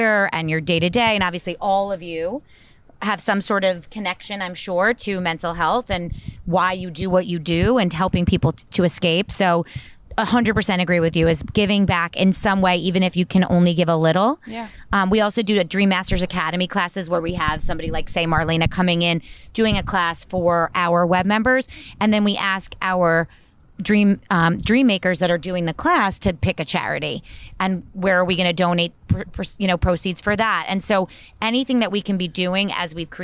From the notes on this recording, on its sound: Bell Works How it WORKS Live. Chatting on the gorgeous back deck of Bell Works in Holdmel, NJ.